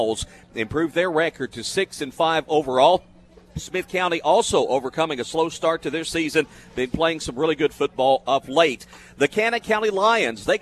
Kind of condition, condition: setting, busy venue